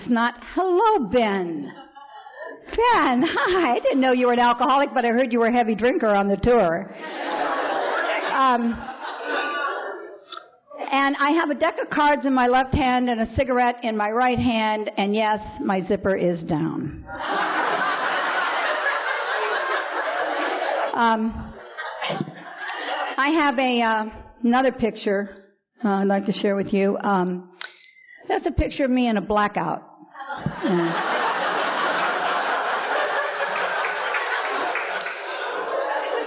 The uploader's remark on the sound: is speaking at the Second Liberty Bell Roundup